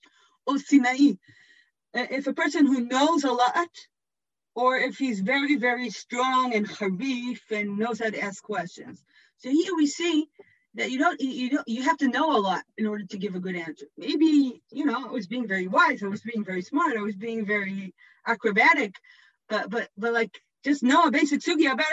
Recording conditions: video call